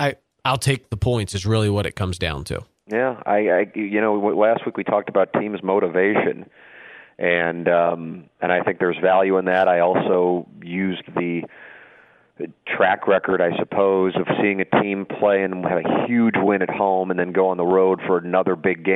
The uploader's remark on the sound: Joins via phone from Florida.